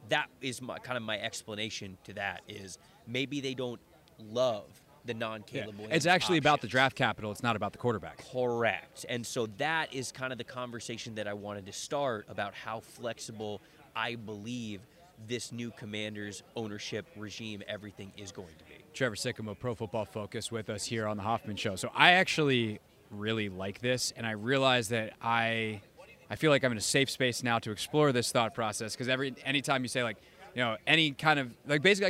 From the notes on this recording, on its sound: live from the NFL Combine in Indianapolis